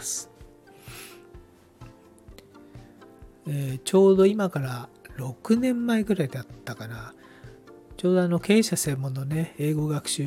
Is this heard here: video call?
no